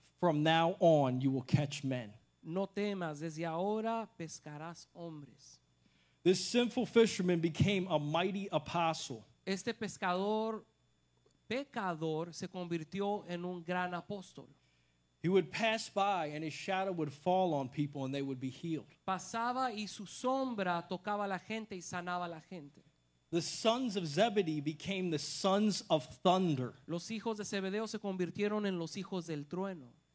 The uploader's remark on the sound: This message was recorded at Generación Victoriosa Church in Calexico, California. The message was translated into Spanish so listeners can hear it in both English and Spanish.